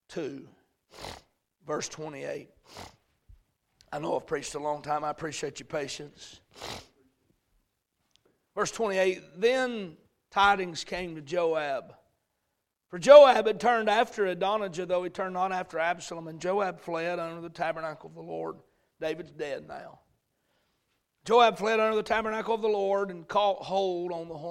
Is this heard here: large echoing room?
yes